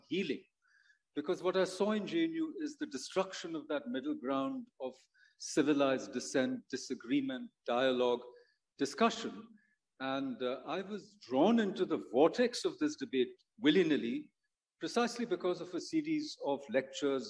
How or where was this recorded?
live audience